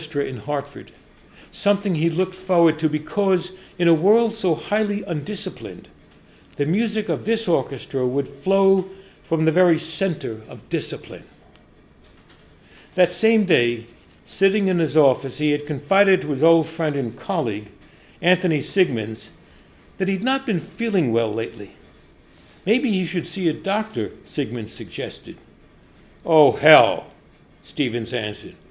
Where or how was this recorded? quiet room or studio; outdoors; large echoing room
large echoing room